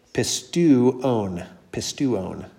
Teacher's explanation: the omega has to be pronounced by itself because that's not a diphthong